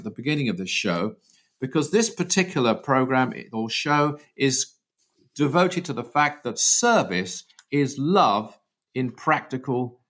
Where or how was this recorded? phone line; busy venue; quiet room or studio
quiet room or studio